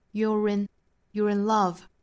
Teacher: you're 跟后面的 in 连读也是要带出这个小小 r 的发音， you're inlove。那美音的话我们说到是自然的辅加元连读，所以会有这个 r 的声音。英音的话是加出来的这个 r 的音，但是最后读出来的发音都是一样的，都是 you're inlove。